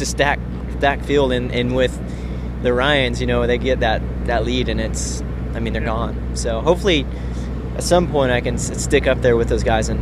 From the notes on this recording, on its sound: Budds Creek 2013 Post-Race Interviews.